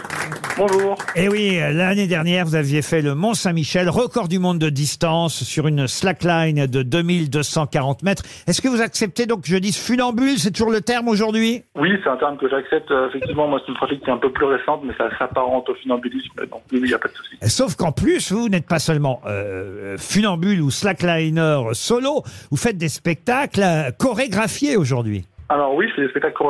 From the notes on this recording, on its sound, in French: Les Grosses Têtes ont eu au téléphone ce génie de l'équilibre.